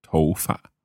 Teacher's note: 头, second. Fa, neutral.